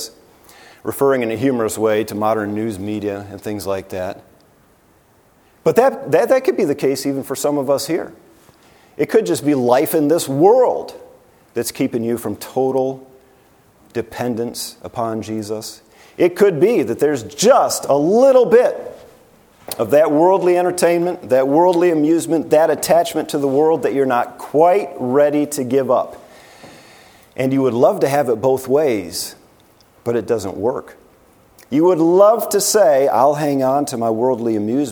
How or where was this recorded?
large echoing room